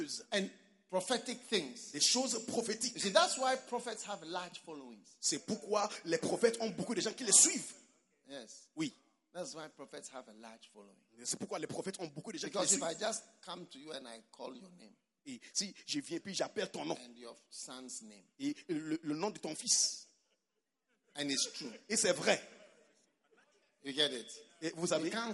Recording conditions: live audience